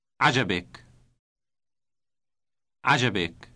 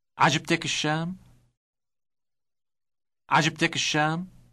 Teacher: But if reference is to a feminine thing, like state, a T sound is inserted right before the ik ending, becoming tick. · Shown in: second take